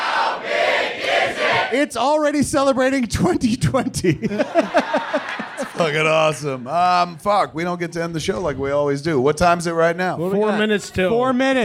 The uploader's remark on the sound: Recorded LIVE at the Improv in Hollywood, CA.